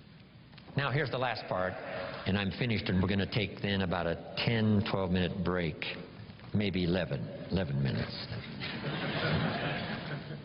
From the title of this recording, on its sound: Rare Seminar Recording